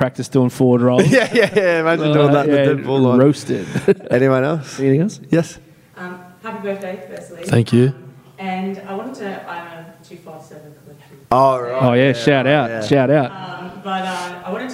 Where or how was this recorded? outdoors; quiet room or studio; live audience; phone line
live audience